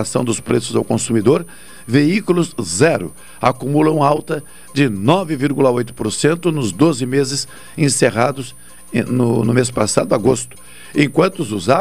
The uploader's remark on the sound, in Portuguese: (no estúdio). Por telefone.